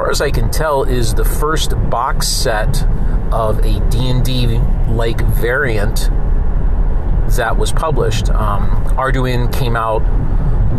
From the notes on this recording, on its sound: Sorry for the road noise! Commuting episodes can be like that.